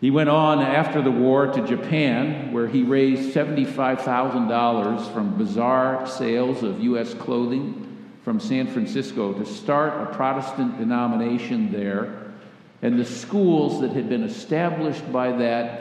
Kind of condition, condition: setting, large echoing room